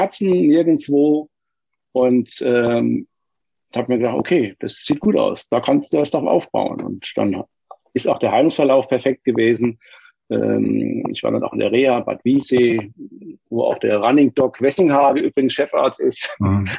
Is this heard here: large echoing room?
no